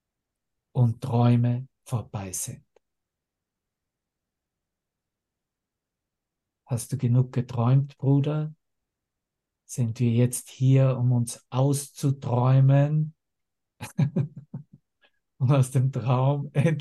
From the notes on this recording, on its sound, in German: Zoom-Session. Veranstaltet von der Aleph Akademie.